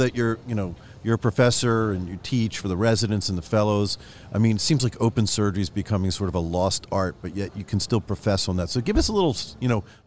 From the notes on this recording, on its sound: recorded live at Ortho Summit in September 2023